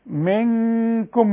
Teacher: بس كل غنة الغنة بتتبع الحرف اللي بعدها، فعندي منكم ديت كاف والكاف مرققة، تبقى الغنة مرققة